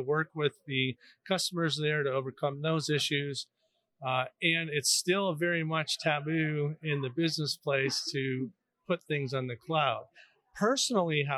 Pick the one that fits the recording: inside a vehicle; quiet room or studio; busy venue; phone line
busy venue